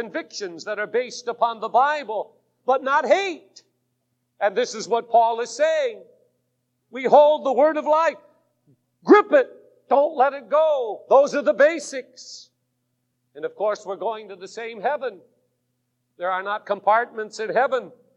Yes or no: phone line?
no